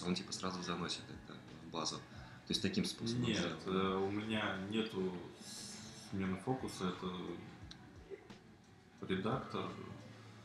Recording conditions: poor sound quality